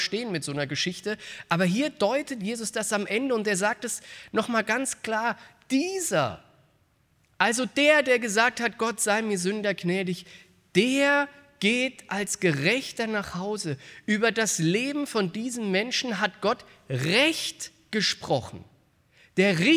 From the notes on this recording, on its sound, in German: aus dem Gottesdienst am Buß- und Bettag der Missionsberg-Gemeinde (LM)